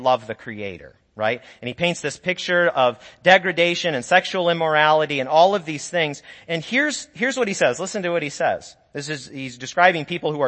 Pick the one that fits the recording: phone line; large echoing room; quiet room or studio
large echoing room